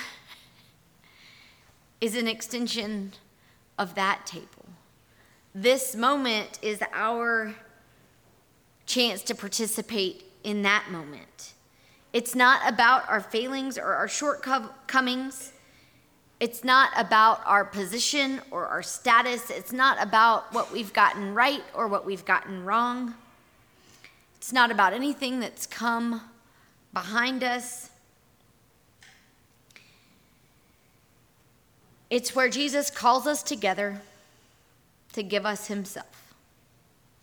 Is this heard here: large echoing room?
yes